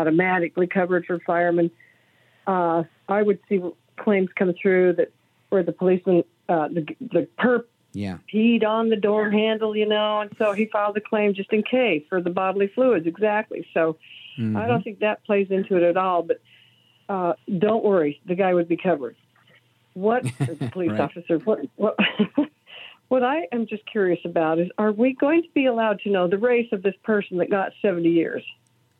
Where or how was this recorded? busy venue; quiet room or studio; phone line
phone line